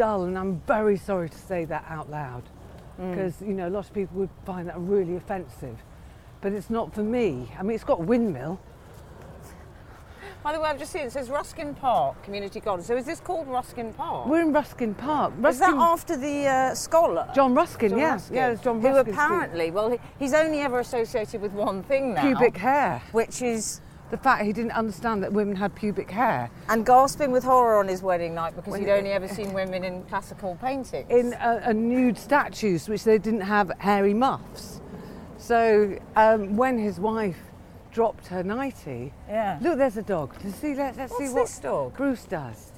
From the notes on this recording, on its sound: goes for a stroll